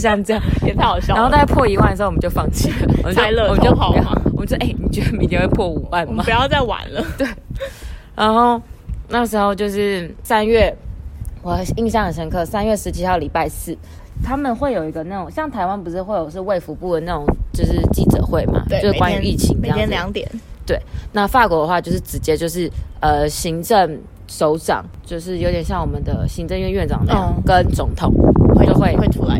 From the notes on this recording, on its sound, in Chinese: 充滿風聲的法國封城記。這次我們在屋頂邊曬太陽邊錄音。沒想到風聲超級大。